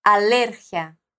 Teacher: A sílaba forte é ler e a letra I tem um som mais fraco que a letra A.